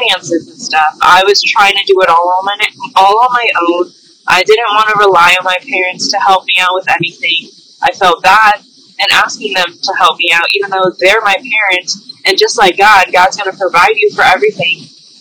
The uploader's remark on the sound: Although this episode is not high-quality audio, it is more authentic as if you're on the phone with her.